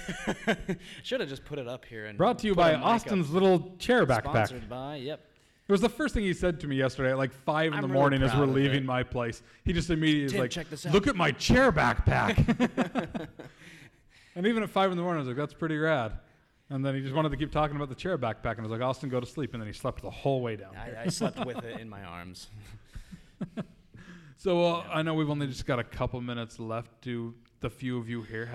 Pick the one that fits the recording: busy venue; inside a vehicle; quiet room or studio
busy venue